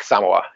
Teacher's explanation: He pronounces it sort of the emphasis on the first syllable is the kind of more authentic way to pronounce it